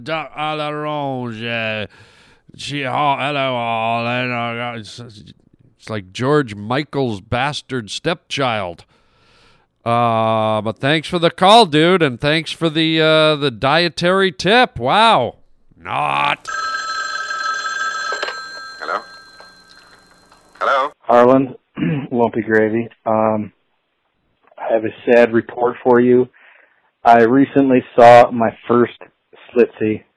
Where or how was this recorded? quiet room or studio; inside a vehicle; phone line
phone line